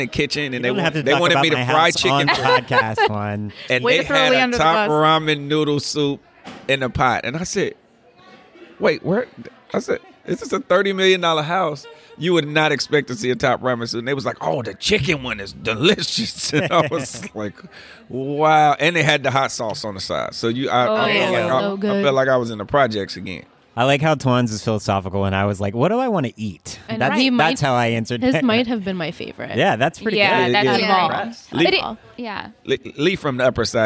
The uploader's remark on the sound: LIVE FROM TRIC